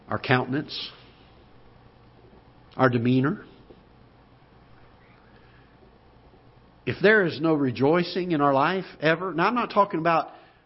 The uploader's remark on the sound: Ketha Heights Baptist Church ~ Live Broadcast